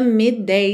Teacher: Midday, atenção que você não precisa quicar no D